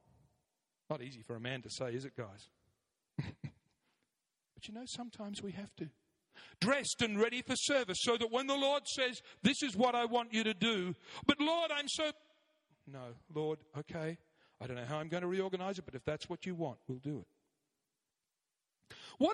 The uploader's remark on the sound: 9am Service, Arena Church, Ilkeston